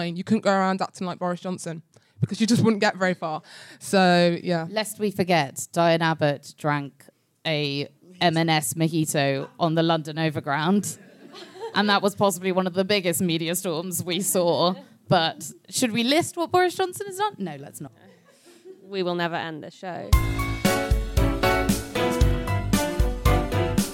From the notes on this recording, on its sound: Coming to you from the London Podcast Festival: The Guilty Feminist presents Media Storm’s debut show, live from King’s Place! King’s Place, London.